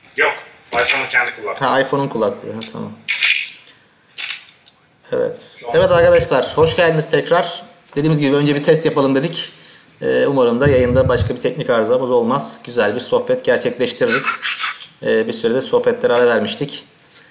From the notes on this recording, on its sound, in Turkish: Ses kalitesindeki düşüklük için özür dilerim.